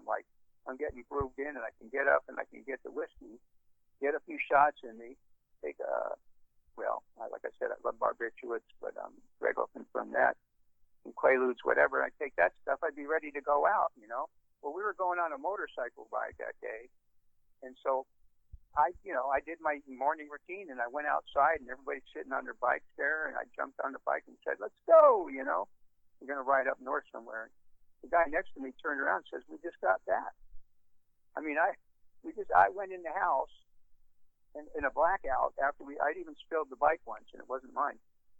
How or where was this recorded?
phone line